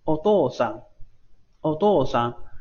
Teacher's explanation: 你看一下，先上，然后再下，有一个往上，上下的过程啊